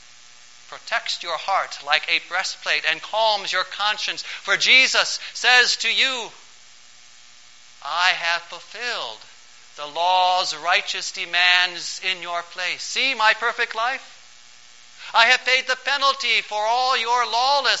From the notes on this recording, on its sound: Preached on September 9, 2012, for the Fifteenth Sunday after Pentecost.